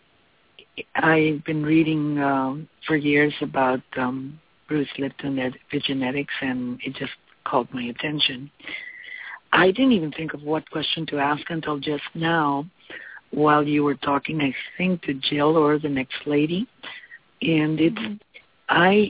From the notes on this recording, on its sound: Takes your calls for healing live today!